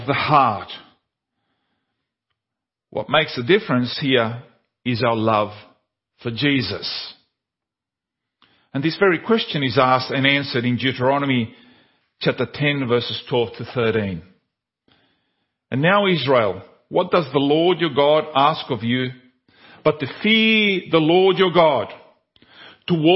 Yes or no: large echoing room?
yes